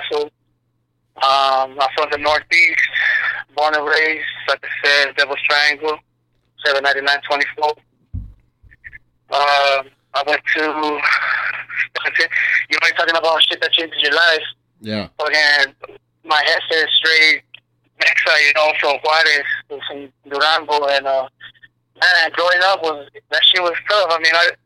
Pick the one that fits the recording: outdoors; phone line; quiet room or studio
phone line